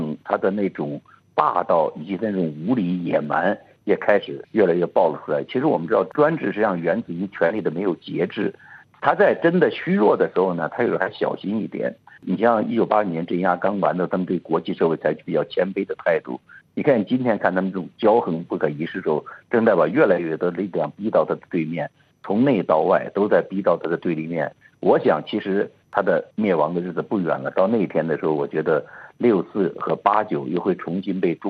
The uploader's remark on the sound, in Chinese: 现居住在美国。接受本台的电话采访。